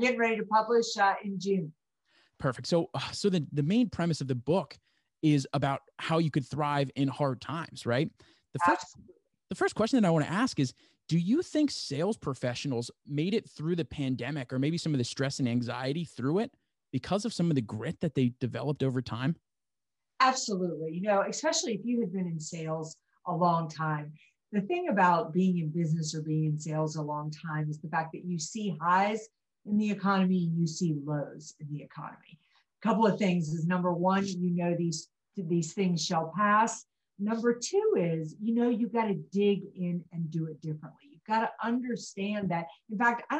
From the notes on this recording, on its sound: Due to Zoom issues and time constraints, this is a very short episode!